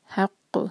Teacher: یہاں پر رکیں گے تو یہ اسٹرانگ قلقلہ ہوگا, قاف ہیوی لیٹر ہے، قلقلہ کا لیٹر ہے، اور یہاں